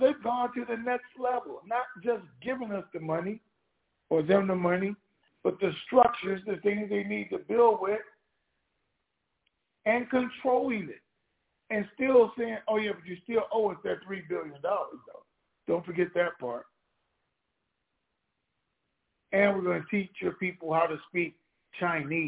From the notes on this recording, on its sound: TNTSuperfantastic Conference Call